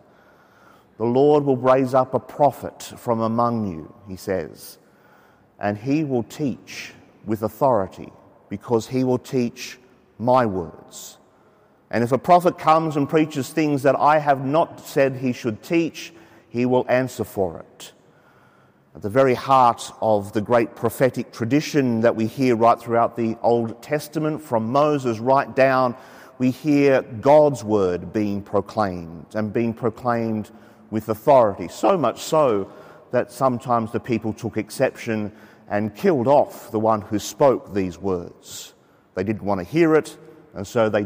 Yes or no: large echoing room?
yes